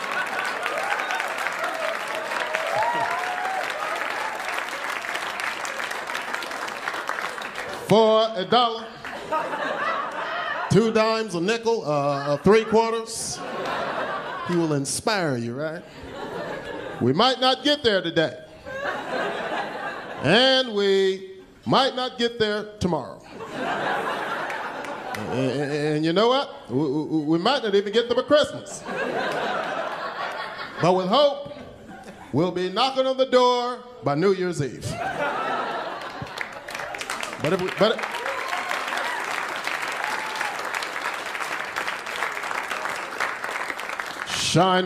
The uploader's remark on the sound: Stand Up Comedy Live Gotham Comedy Club